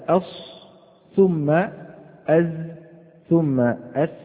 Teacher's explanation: تلاحظ هبوط منحنى درجة الصفير رويدا رويدا. إذن أقوى الدرجات في الصاد ثم الزاي ثم السين. · إذن الصفة الأولى وهي الصفير حروفها الزاي والسين والصاد، مراتبها تكون درجة الصفير أقوى في الصاد وهذا واضح، ثم الزاي ثم السين. فلو أنك قلت أص ثم أز ثم أس تلاحظ هبوط منحنى درجة الصفير رويدا رويدا.